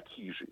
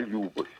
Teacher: В Карелии ударение всегда ставят на первый слог, поэтому у них не кижи, как мы привыкли, а кижи, не любовь, а любовь.